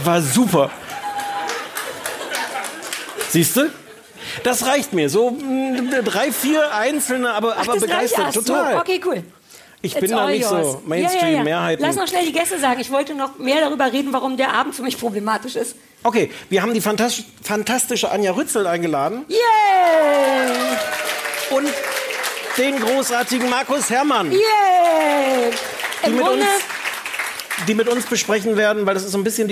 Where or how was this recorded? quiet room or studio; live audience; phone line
live audience